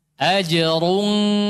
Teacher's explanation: Dhammahnya cuma selesai di ra. Ketika masuk ikhfa sudah enggak ada dhammah.